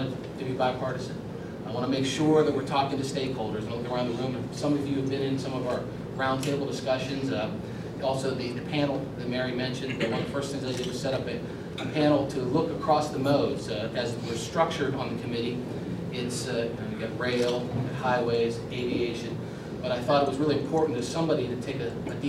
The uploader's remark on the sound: WASHINGTON, D.C. A speech to a breakfast meeting of The Ripon Society.